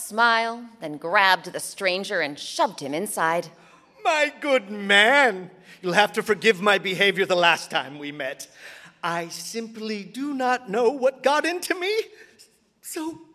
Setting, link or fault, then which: setting, live audience